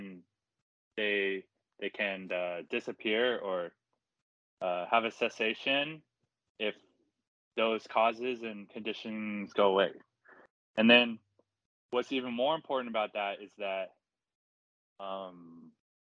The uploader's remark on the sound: Skype calls on this channel.